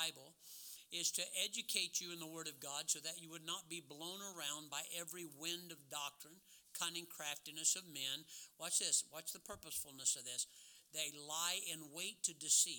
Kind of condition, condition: setting, large echoing room